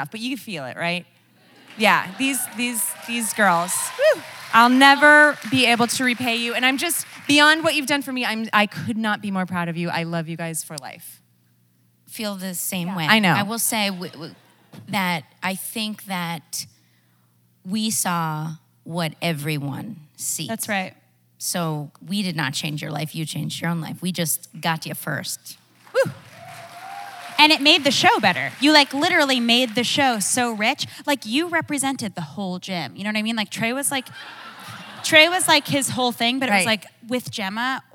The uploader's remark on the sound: The conversation was recorded on January 18, 2019 in front of a live audience at New York's 92nd Street Y.